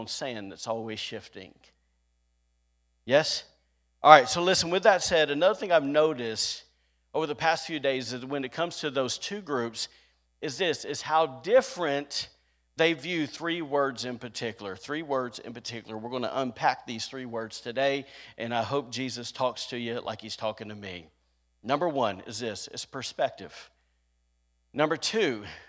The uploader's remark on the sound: was recorded on Sunday, March 6th, 2022, during service at The Anchor Church in Rockport, Maine.